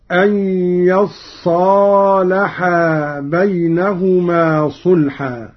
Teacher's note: قرأ قالون بفتح الياء وتشديد الصاد بعدها ألف هكذا: أن يصالحا بينهما صلحا.